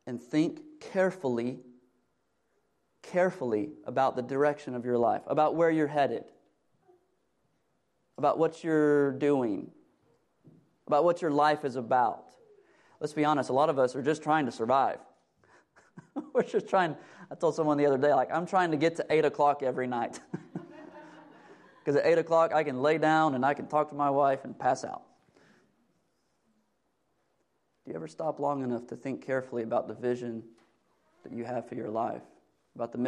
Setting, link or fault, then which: setting, large echoing room